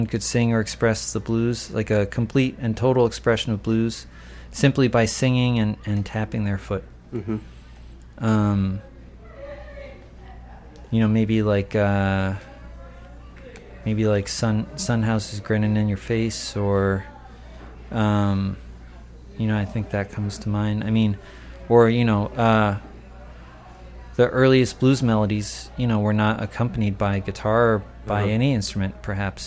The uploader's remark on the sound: at the Blue Front Cafe